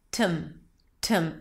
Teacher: The second syllable is tum, tum. It's a T sound, a schwa, and an M, tum.